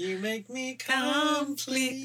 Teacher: with some very interesting stress on the first syllable of complete